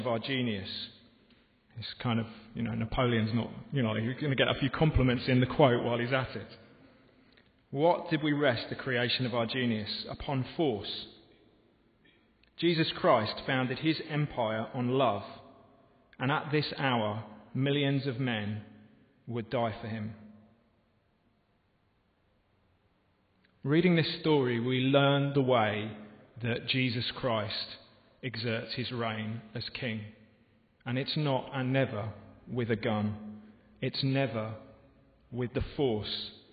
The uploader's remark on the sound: This podcast was recorded in the home of Moot, at the Guild Church of St Mary Aldermary in the City of London.